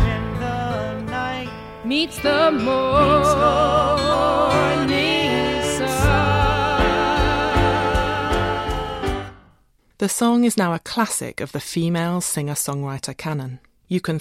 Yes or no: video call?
no